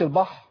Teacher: عندي الحاء مرققة والراء مرققة واللام مرققة، يعني مفيش حد ليه عذر ان هو يفخمها.